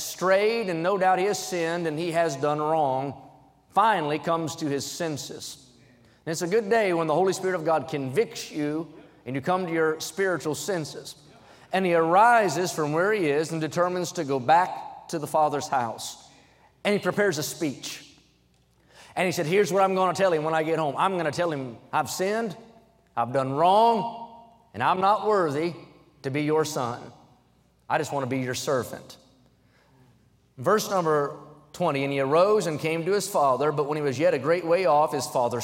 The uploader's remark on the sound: during the Sunday Morning service on April 23, 2023, at North Valley Baptist Church in Santa Clara, California